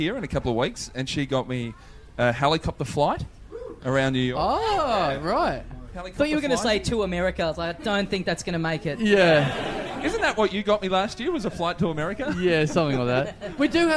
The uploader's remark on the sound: Recorded LIVE in the party room at Church st.